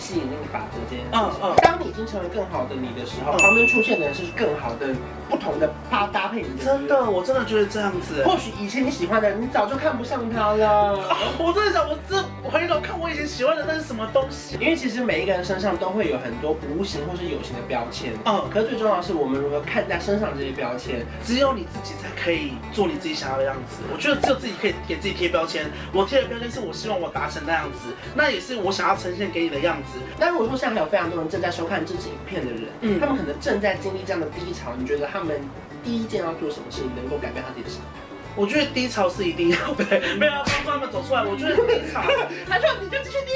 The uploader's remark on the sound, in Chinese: 拍攝當天工作室外大雷雨，偏偏收音器材又沒處理好。